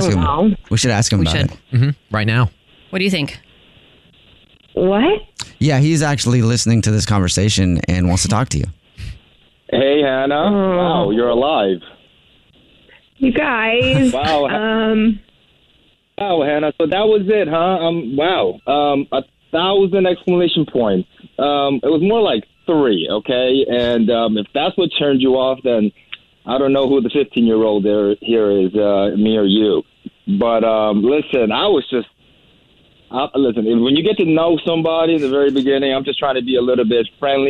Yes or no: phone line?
yes